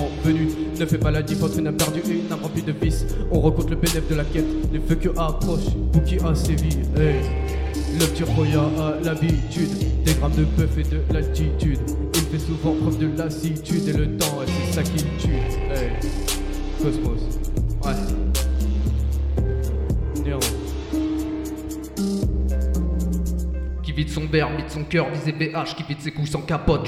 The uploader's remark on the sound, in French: Soirée lancement de TTU au Diplo